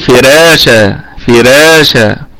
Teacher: عند ورش الكلمة كلها مرققة لأن الراء هنا ستكون مرققة